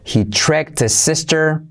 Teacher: salto la H de his y la I como E